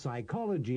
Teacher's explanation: en la palabra psychology, psicología, la letra P no se pronuncia